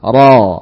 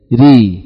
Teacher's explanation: Jadi huruf ra adalah huruf yang tebal saat fathah. Tipis saat di kasrah.